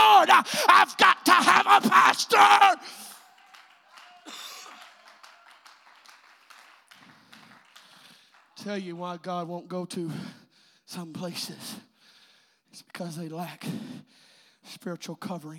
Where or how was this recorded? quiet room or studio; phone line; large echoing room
large echoing room